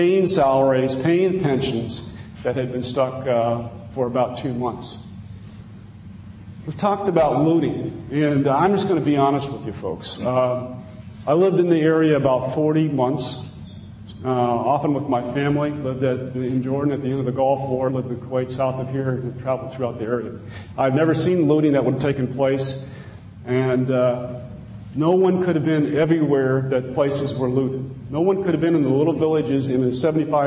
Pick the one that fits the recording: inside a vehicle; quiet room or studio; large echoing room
large echoing room